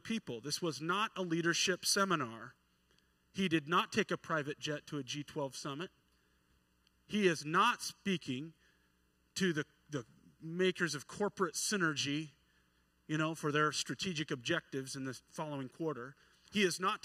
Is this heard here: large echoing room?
yes